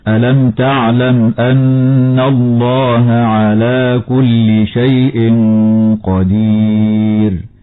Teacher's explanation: إظهار شفوي لوقوع الميم في كلمة ألم قبل حرف التاء ووقوعها في كلمة تعلم قبل الهمزة، وتغن النون المشددة بمقدار حركتين وصلا ووقفا، وتفخم لام لفظ الجلالة لوقوعها بعد فتحة.